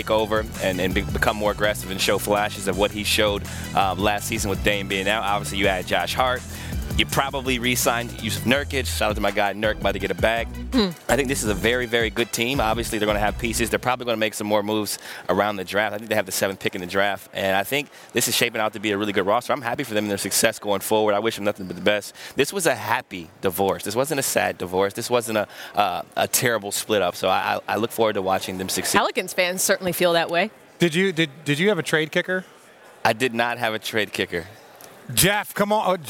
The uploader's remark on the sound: Live from the Draft.